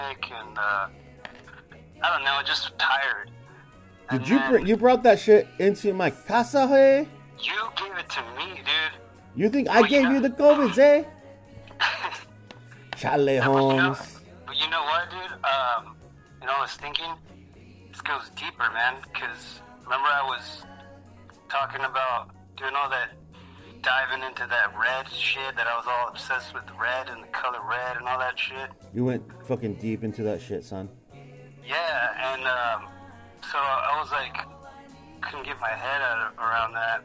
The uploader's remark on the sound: Now his bitch ass is in quarantine, so we did this episode by phone...